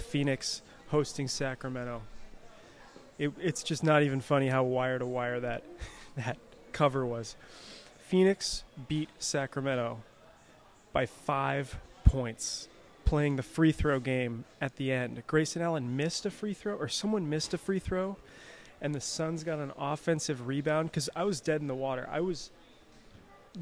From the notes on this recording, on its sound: Live from Dimond Slice.